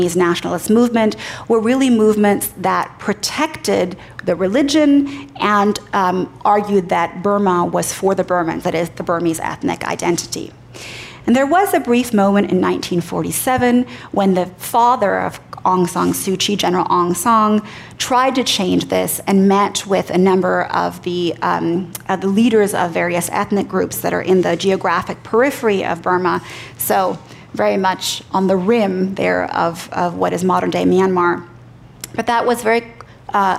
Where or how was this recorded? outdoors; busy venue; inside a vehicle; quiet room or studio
busy venue